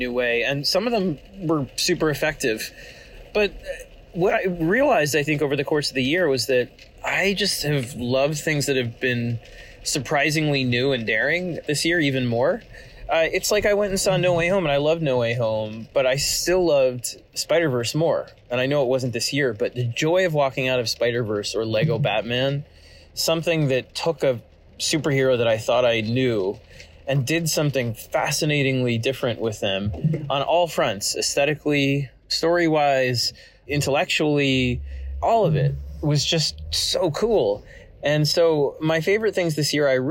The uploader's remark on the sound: Apologies in advance for the scratchy audio quality, I had to record while driving around and my car loves to make every awful noise imaginable.